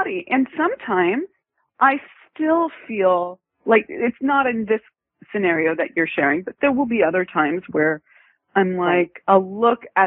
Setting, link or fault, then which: link, phone line